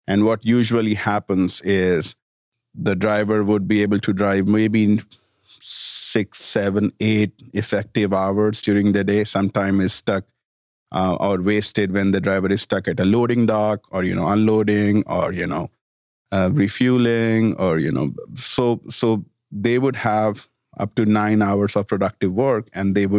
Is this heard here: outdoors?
no